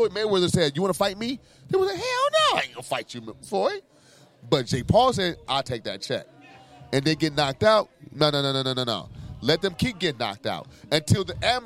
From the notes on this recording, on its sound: LIVE - From DragonFly Hollywood. The guys are live at Club Dragonfly in Hollywood, California.